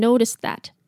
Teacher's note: 因为讲者也连音了，所以把 noticed 的那个 D 跟 that 的 TH 连在一起了，变成 noticed that.